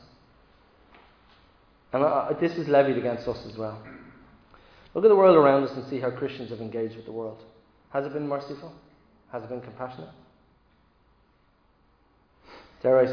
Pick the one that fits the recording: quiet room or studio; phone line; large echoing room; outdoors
large echoing room